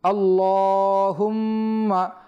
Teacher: আল্লাহ এই লামটা মোটা হবে এবং মিমটাও এক আলিফ পরিমাণ গুণনা হবে